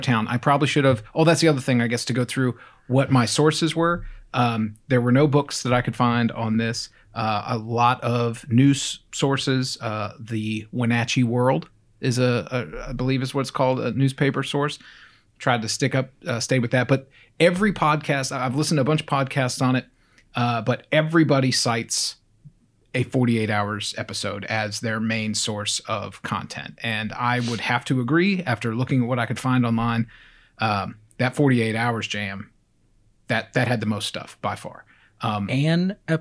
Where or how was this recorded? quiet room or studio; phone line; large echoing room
quiet room or studio